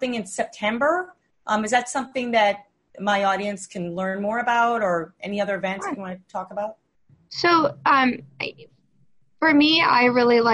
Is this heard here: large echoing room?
no